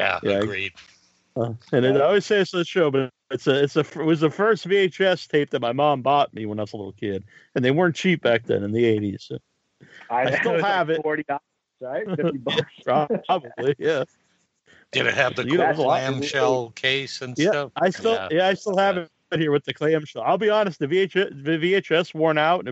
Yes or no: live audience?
no